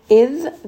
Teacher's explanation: that is a letter of rikhawa, so we are going to make sure that sound is kind of continuing.